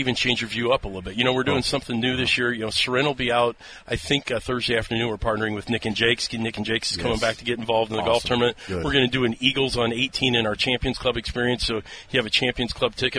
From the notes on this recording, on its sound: The Zone broadcasts live from the Kansas City Golf Show.